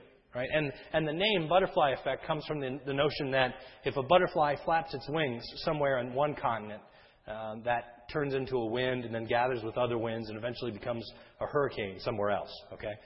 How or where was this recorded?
large echoing room